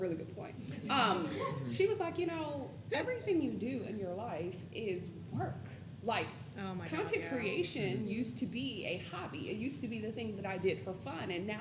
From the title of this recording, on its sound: BroadwayCon Panel